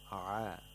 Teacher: عَيْن and حَا have the same place of articulation, the middle of the throat, except عَيْن is voiced while حَا is voiceless. So عين is a lot smoother because it doesn't have بحة.